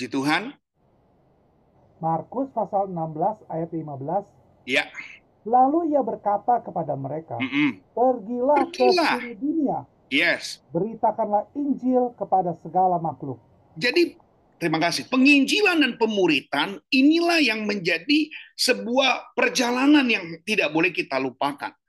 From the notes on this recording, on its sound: Audio Zoominar.